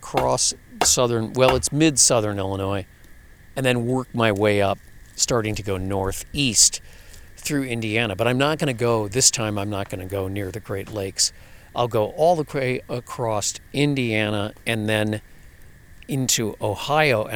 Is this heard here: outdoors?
yes